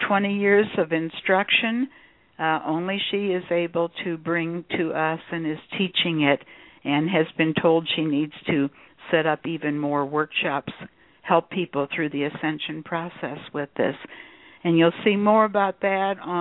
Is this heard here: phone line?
yes